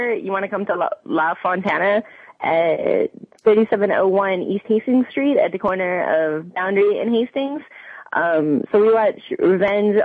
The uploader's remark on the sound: An hour of fan calls. Now, it’s time to open the phone lines to hear what fans have to say.